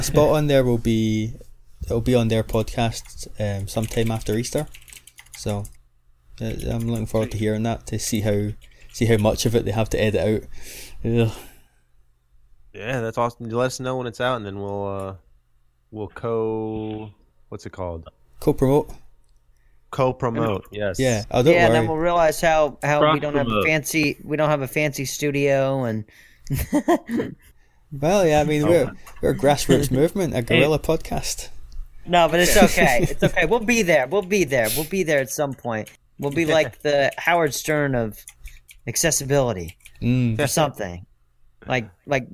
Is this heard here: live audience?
no